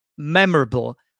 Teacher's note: the first syllable is stressed, so memorable. Also notice that sometimes British people pronounce it only as 3 syllables, memorable, memorable, rather than saying memorable.